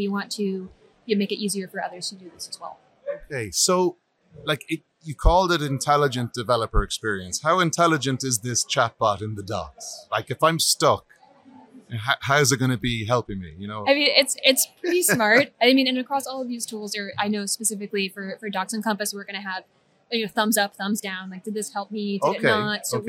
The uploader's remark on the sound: Recorded live at the MongoDB .local London conference